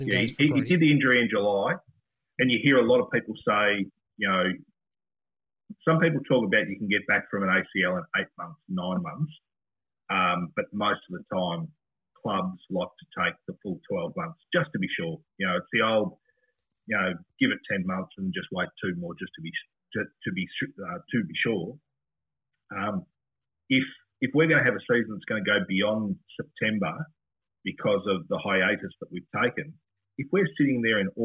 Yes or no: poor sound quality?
yes